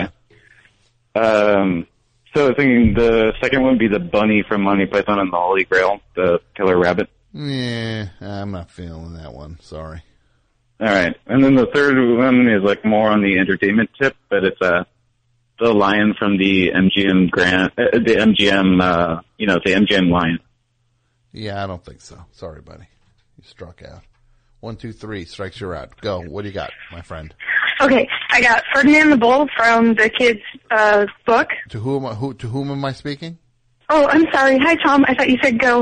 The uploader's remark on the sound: call in from the road!